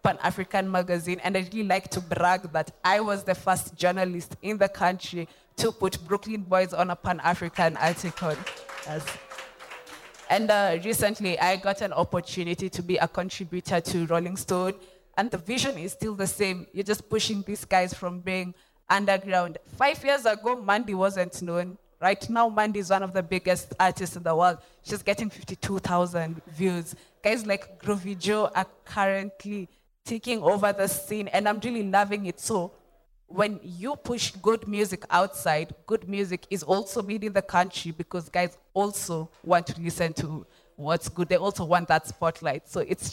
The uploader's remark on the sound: Here is the first conversation recorded at VIP ACCESS Podcast's first live recording and pop-up event (Dec 3 2023).